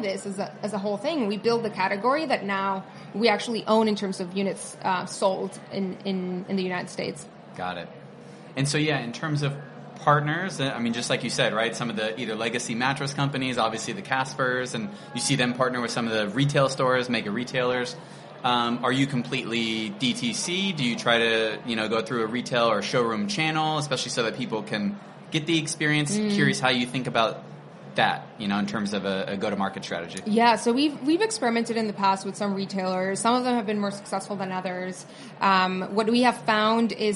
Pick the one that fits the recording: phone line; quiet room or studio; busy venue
busy venue